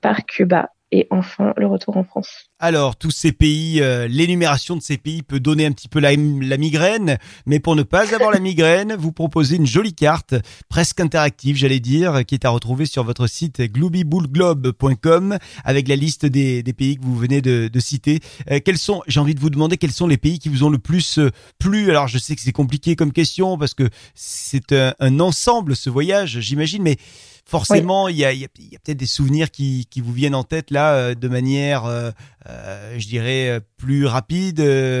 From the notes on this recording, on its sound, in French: par téléphone